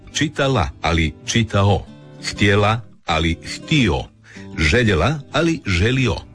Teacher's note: Vokalizacija je glasovna promjena u kojoj se suglasnik L na kraju sloga ili riječi zamjenjuje vokalom, otvornikom, samoglasnikom O. U glagolskom pridjevu radnome muškoga roda.